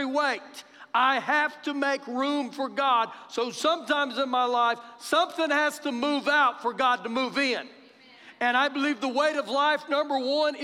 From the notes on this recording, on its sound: Recorded live during our Sunday morning service.